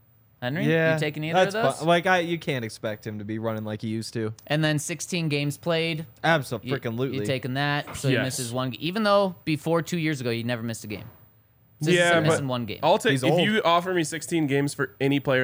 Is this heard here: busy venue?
yes